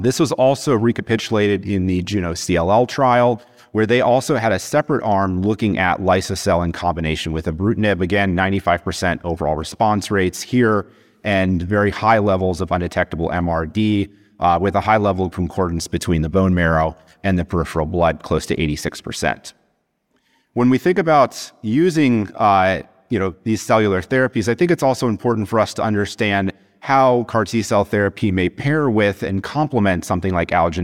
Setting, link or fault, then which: setting, busy venue